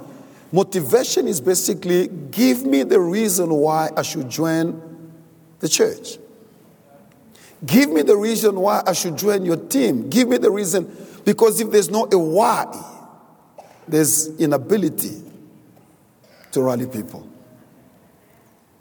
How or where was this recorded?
large echoing room